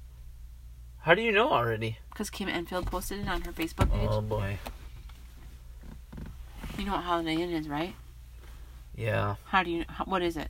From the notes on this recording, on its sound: This episode was recorded live in our truck.